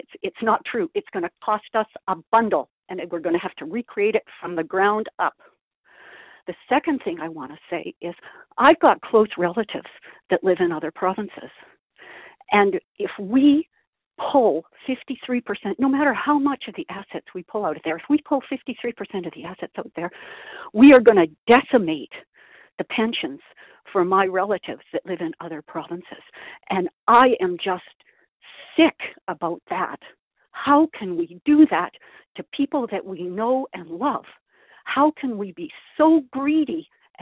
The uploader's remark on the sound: Calgary Telephone Town Hall